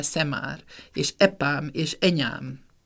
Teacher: ez az illabiális á, ez elhasonul. És mély hangrendűből magas hangrendűbe csap át.